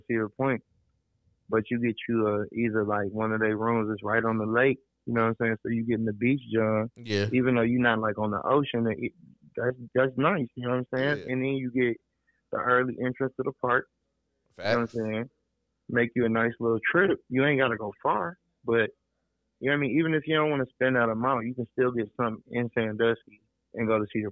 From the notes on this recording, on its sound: I knocked out my first phone interview.